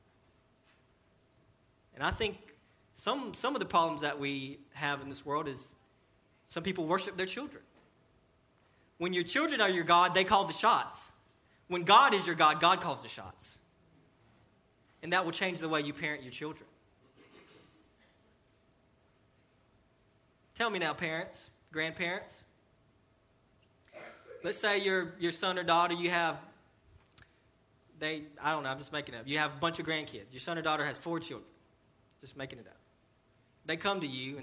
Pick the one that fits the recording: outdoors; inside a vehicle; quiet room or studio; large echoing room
large echoing room